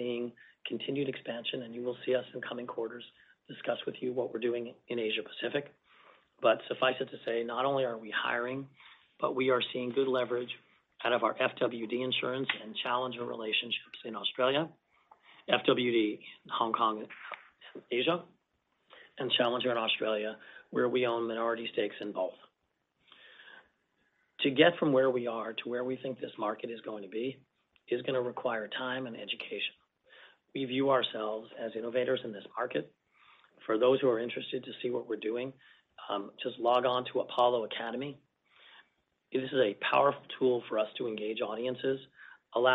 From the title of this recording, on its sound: Earnings Conference Call